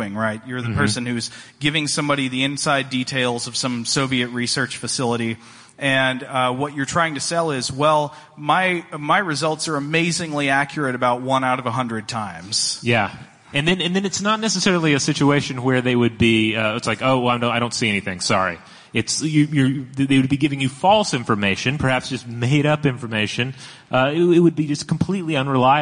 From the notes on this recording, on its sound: Stuff to Blow Your Mind Live. A live journey into the upside-down from New York Comic Con 2017.